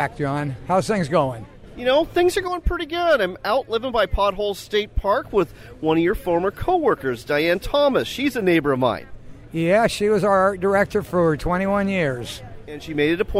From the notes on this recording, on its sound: shares audio from the Washington Sportsmen's Show in Puyallup